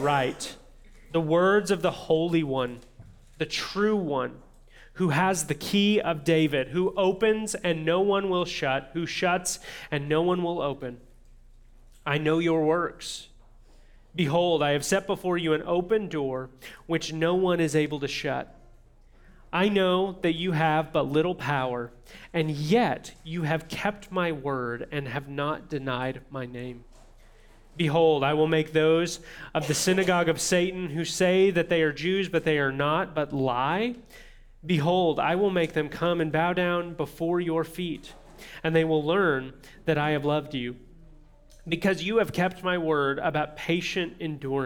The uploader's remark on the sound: this audio from New City Church in Champaign-Urbana, IL